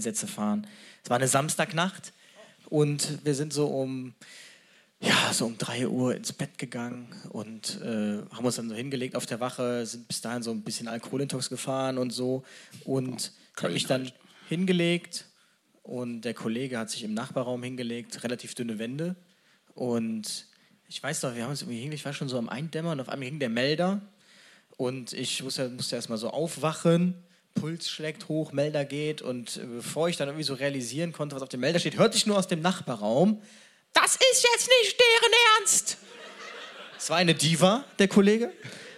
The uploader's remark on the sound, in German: Live aus Hamburg